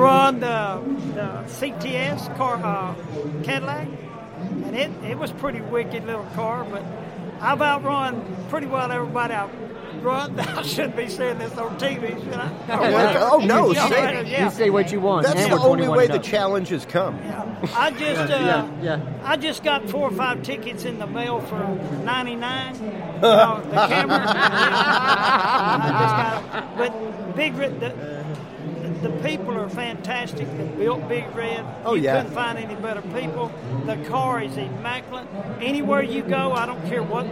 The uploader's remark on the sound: We had the pleasure while at the Mecum auto auction in Houston, TX to sit down during our 3rd hour of live broadcast.